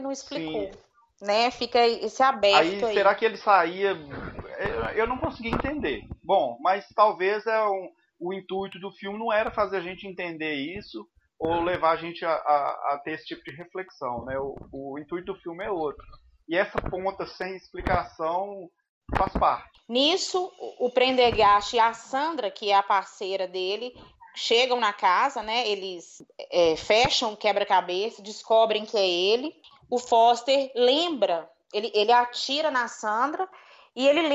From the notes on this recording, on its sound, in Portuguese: Gravado remotamente, qualidade comprometida #covid19.